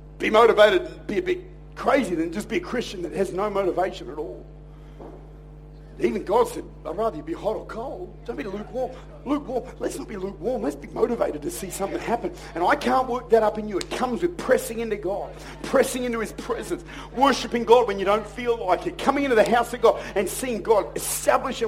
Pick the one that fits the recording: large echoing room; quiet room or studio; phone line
large echoing room